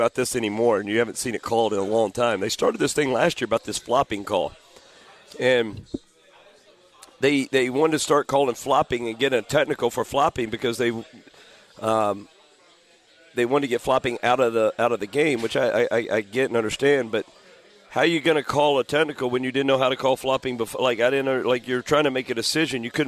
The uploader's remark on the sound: live from Humphrey’s Restaurant and Tavern